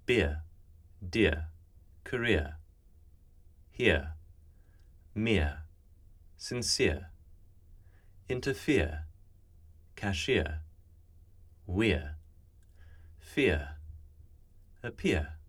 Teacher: in British speech, there is no vowel R, so these slide to a schwa. In the case where someone speaks with the heightened form that opens their schwa to that bright A sound, we'd get that at the ends of these diphthongs as well.